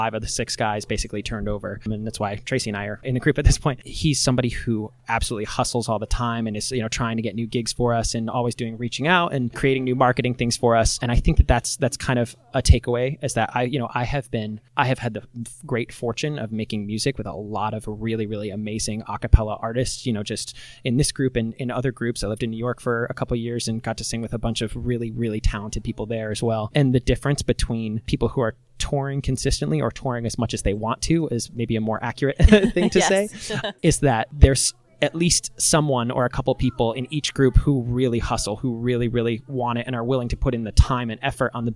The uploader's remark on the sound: We caught up with the group at their first annual m-pact festival in Kansas City.